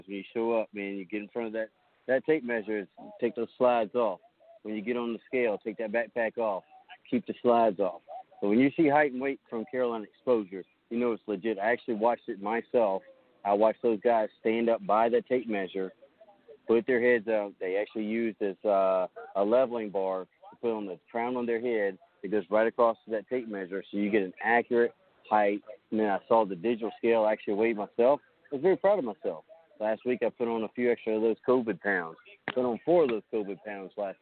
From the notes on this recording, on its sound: Rolling live from Charolotte NC at the Carolina eXperience Showcase. The fellas will have live updates and interviews with players and coaches and maybe a few other who are in attendance.